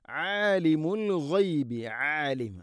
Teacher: ആലിം ഐന് തൊണ്ടയുടെ മധ്യഭാഗം, ആലിമുൽ ഗൈബി അൽ ഗൈബ് ഗൈന്, ആലിമുൽ ഗൈബി ഗൈന് തൊണ്ടയുടെ മുഗൾ ഭാഗമാണ്.